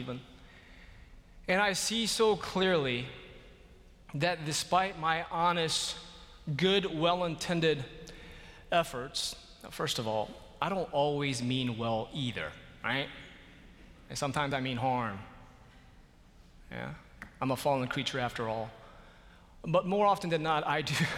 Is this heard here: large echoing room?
yes